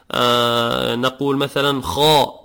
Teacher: حرف الخاء يخرج من الحلق، ومن صفته أنه مفخم، من الحروف العالية المستعلية